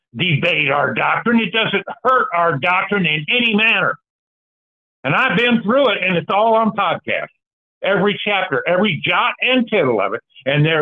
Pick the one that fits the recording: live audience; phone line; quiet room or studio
phone line